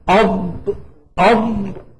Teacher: الضاد مخرجها من حافة اللسان مع ما يلي من الأضراس العليا